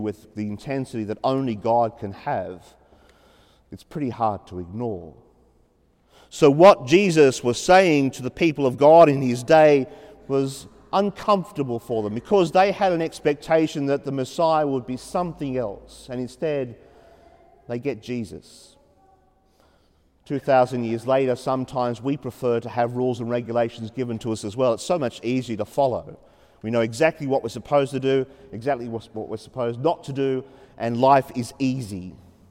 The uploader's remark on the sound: as preached during the 5pm Mass at Sacred Heart Cathedral, Hamilton.